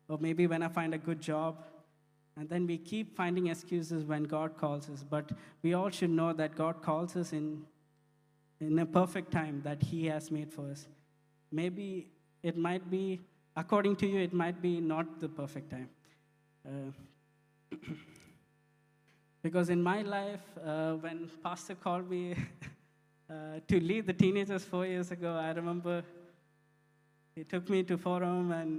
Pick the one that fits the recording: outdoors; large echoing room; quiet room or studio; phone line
large echoing room